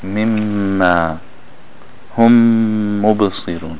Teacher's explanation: Meme followed by a meme, what happens? They join together. · Term: idgham of the meme